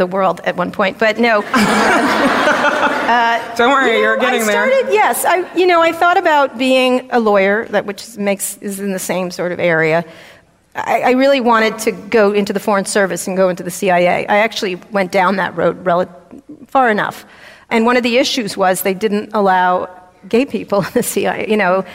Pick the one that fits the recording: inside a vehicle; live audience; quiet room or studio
live audience